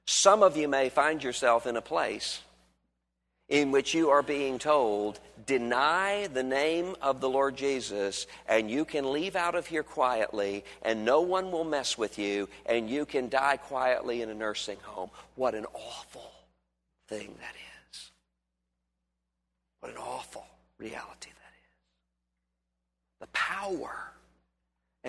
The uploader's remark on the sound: At Highview Baptist Church in Louisville, Kentucky.